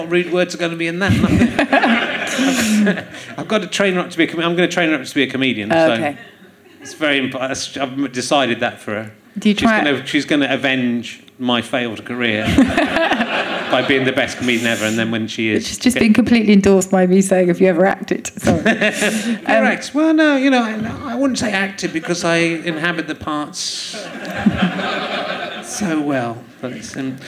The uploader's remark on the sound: Leicester Square Theatre Podcast